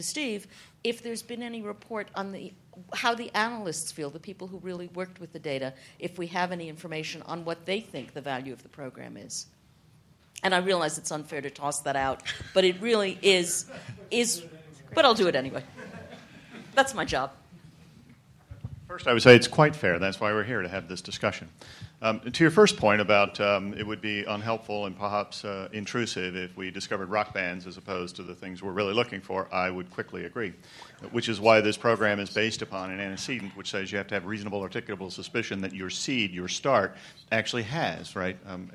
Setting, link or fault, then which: setting, live audience